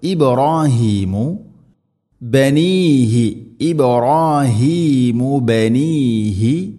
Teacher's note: ഇബ്രാഹീമു ബാഇനെ ഖൽഖല ചെയ്യണം, ശരിക്കും കേൾക്കണം.